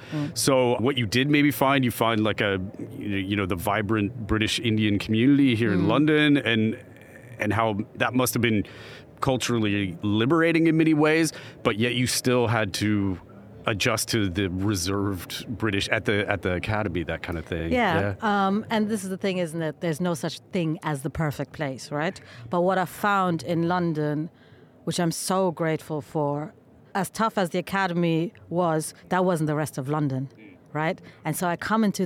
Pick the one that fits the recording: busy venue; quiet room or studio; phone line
busy venue